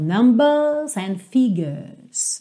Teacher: Se eu tenho ali o sotaque mais britânico, eu não vou enrolar o R.